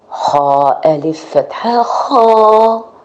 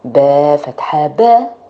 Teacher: See how we extend the خا more than the با. The خا above it the فتحة.